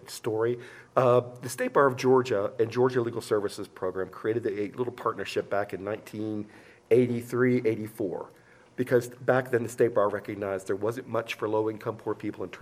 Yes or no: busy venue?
yes